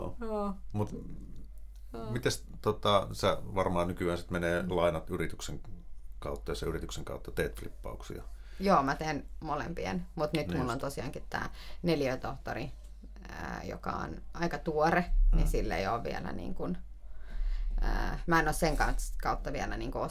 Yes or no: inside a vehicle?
no